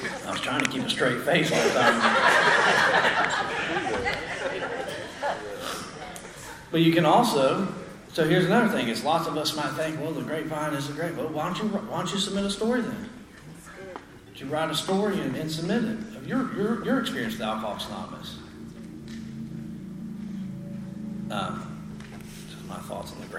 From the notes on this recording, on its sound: speaks at the 6th Annual Spring Into Action Conference in Sanford NC on Feb 4 2023